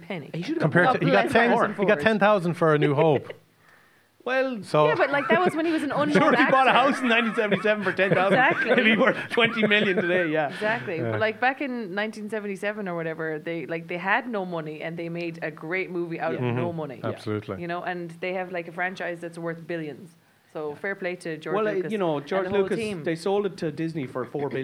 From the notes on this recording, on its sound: Ahead of the midnight premiere of Star Wars: The Rise of Skywalker. Recorded at Eye Cinema Galway.